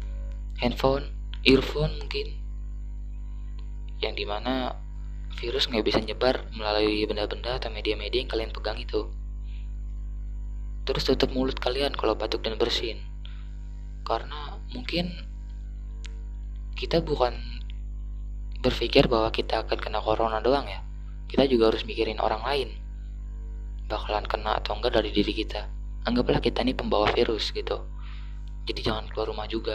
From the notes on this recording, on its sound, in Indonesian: Masih menggunakan alat sederhana seperti earphone , smartphone biasa dan masih belum menggunakan mic. Saya belum bisa meninkatkan audio menjadi lebih baik .